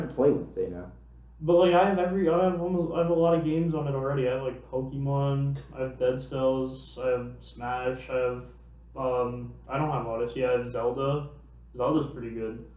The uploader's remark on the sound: Please excuse the microphone quality, we will be switching to studio mics soon.